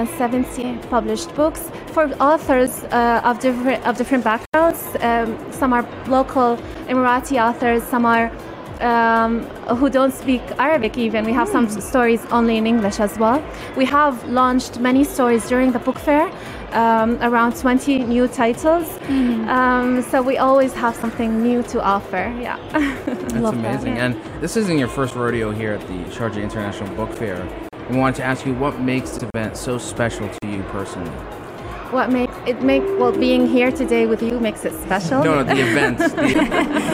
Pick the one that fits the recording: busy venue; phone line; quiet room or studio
busy venue